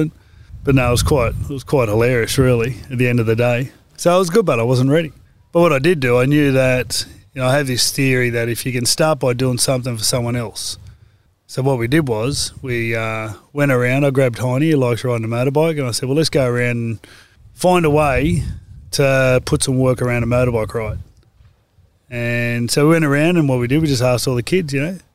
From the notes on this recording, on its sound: After a workout and some meditation together, we sat outside in the sunshine. This was the type of interview where you kind of forget that the microphones are there and everything is recording.